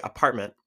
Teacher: the glottal stop kind of helps us form that t sound without actually having to say it